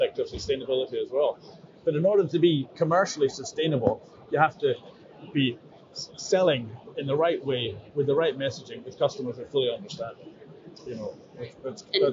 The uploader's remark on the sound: Live From Seafood Expo Global. Recording directly from the Scotland Pavilion in Hall 2, on the second day of the Barcelona show.